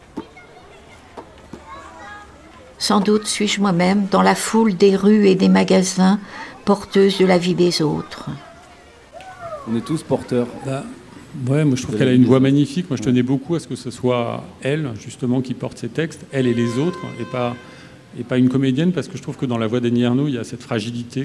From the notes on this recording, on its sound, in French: Radio Grenouille s'installe en public, sur la terrasse du Théâtre des Bernardines, à l’occasion de la 31e édition du FID, le Festival International du Cinéma de Marseille. Dont les réalisateurs seront présents autour de notre plateau.